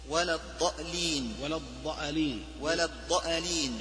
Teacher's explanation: بهمزة مفتوحة في موضع الألف، وهو قليل في كلام العرب